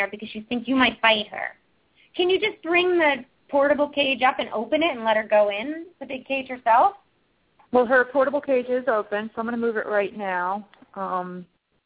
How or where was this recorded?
phone line